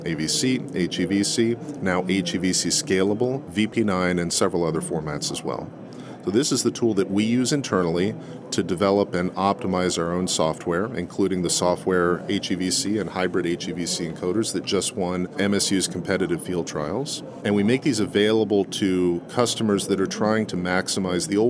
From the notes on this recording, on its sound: In this livecast from the National Association of Broadcasters conference in Las Vegas